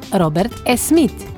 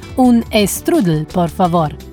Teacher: Ta E na začetku je tako imenovani protetični E, ki ga Španci uporabijo, da lahko sploh izgovorijo besede, ki se začnejo s črko S, ki sledi soglasnik.